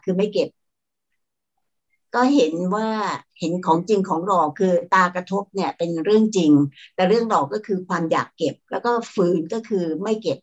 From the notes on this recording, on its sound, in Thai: คอร์สออนไลน์ (ผ่านโปรแกรม Zoom)